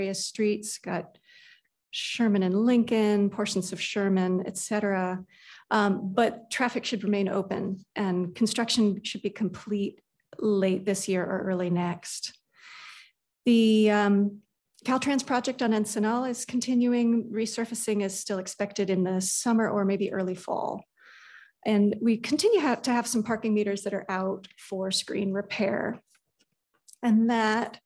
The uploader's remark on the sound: Transportation Commission Meeting - ZOOM